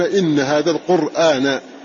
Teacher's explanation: إذن فلما قال ونقل قرآن والقرآن دواؤنا، فعلم أن الباقون يثبتون الهمزة مع حركتها ولا ينقلونها، فيقرؤون إن هذا القرآن، همز محقق وحركته بينة واضحة